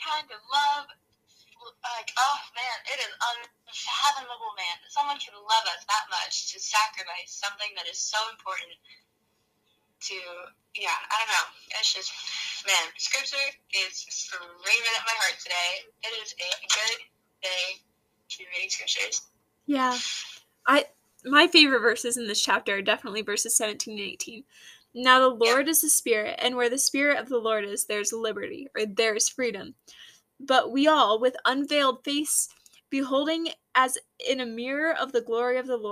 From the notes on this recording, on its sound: Welcome to Cozy Convos in the Car!